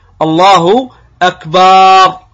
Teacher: وكذلك بعضهم يمد الباء فتجده يقول الله أكبر، فيمد الباء